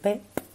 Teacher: al ser un fonema bilabial, en su emisión los labios se juntan y producen una explosión para que se emita ese sonido P, que lo que hace es que el aire salga con mayor intensidad, mayor alcance y más potencia. · Term: fonemas oclusivos